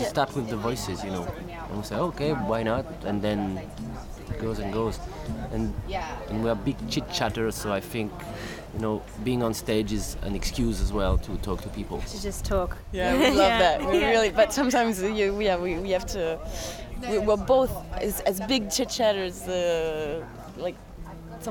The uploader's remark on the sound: While delivering workshops and panel discussions at Shambala Festival in 2016, we interviewed some of the great women performing at the event over the weekend.